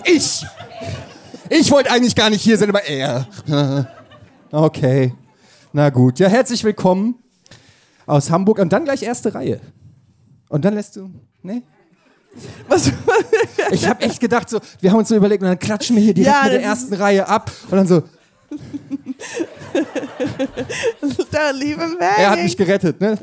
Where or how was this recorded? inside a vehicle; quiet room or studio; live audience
live audience